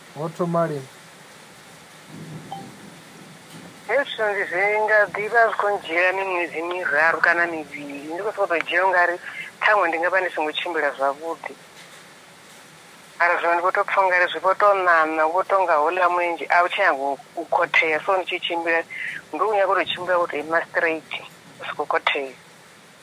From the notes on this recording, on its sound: healing over the phone